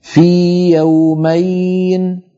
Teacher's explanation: ولا نضغط الياء الأولى وندخلها في الثانية، بل نعطيها حقها من المد